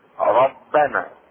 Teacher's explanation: تفخم الراء ايضا اذا كانت مفتوحة. الراء اذا كانت مفتوحة ايضا تفخم. · Term: تفخيم الراء